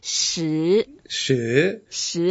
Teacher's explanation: it's a second tone, so you can take your time and make it slightly up.